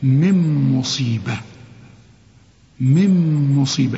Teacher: النون دي بدون تشكيل بعدها ميم، أنا عايز أقول لك كأنها غير موجودة، ها عايز أريحك، اشبك لي الميم مع النيم لأنها إدغام كامل بغنة.